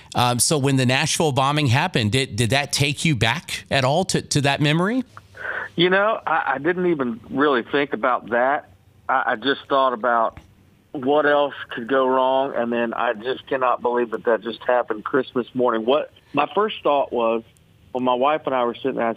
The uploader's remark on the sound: called into the show this morning